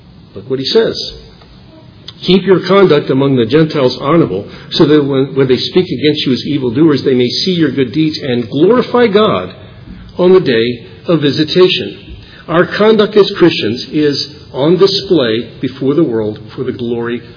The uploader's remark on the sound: Originally preached at Bethel Reformed Presbyterian in Fredericksburg Va.